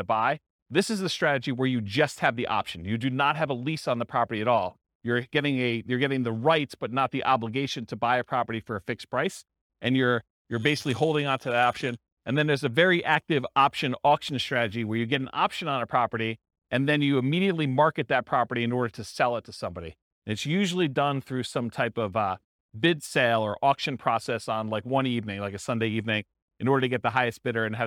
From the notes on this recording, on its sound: This was a live class recorded